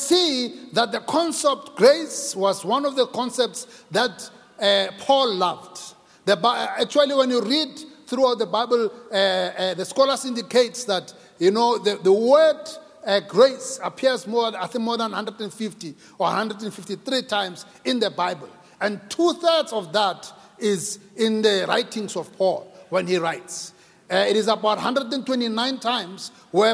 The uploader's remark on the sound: Preached at Grace Bible Church Pimville.